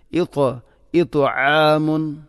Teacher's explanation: ത്വാഇനെ ഉച്ചരിക്കുമ്പോൾ നാവിൻ്റെ മധ്യഭാഗം അണ്ണാക്കിലേക്ക് ചേർന്ന് വരണം